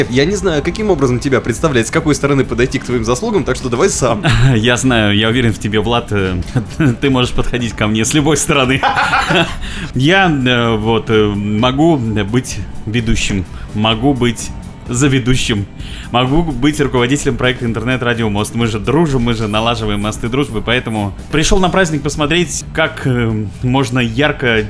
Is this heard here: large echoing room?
no